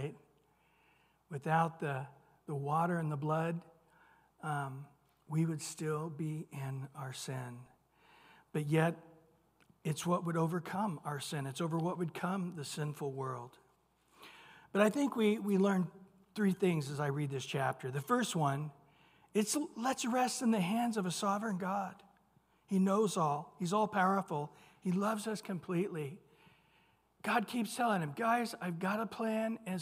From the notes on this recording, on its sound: Recorded at Calvary Chapel of Los Alamitos. Wednesday evening sermon.